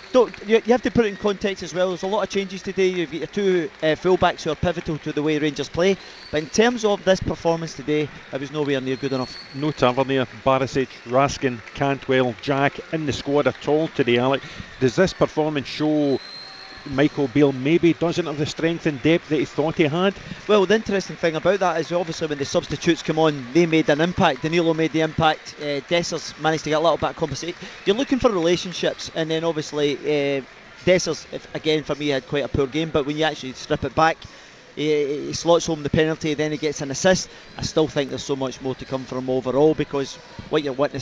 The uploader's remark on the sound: In the studio as Rangers take on Morton in the League Cup's early kick off. Live from Ibrox.